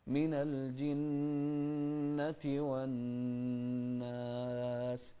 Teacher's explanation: نوحد المقدار في النون المشددة في كلمة الجنة والنون المشددة في كلمة الناس